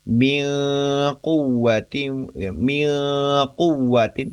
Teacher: Memang arah pengucapannya memang ke arah huruf qaf, tapi belum nempel secara penuh. Belum diucapkan secara penuh. · ikhfa yang melibatkan huruf qaf ini nanti akan berbunyi eng